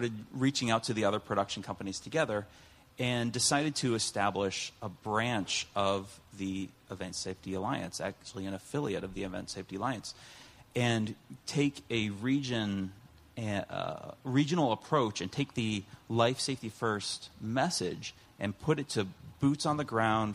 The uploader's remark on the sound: Recorded live at the 2019 Event Safety Summit.